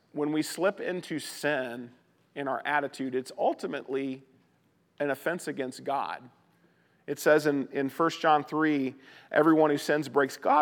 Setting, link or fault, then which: setting, large echoing room